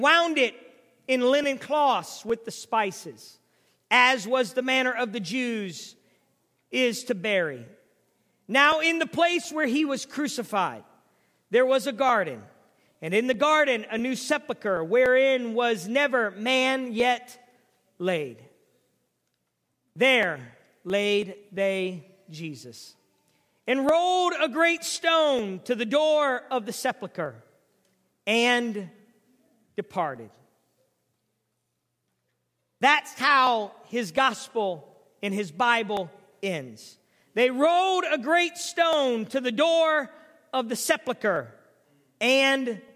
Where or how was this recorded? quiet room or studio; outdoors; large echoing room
large echoing room